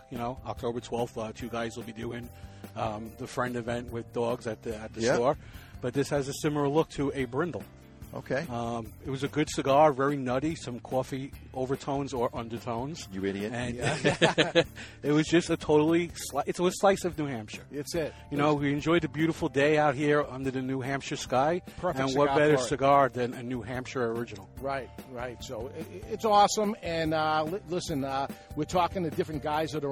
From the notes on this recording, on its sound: We were live from the Cigar Association of New Hampshire Golf Tournament from our moble studio.